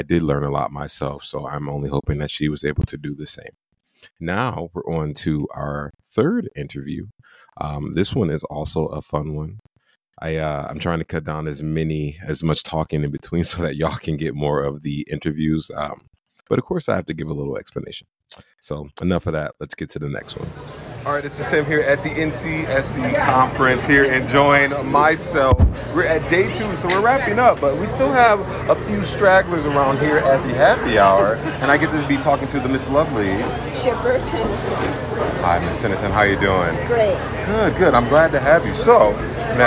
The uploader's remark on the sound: NCSC Conference. He had the pleasure of interviewing genuine individuals at the biggest charter school conference in the nation.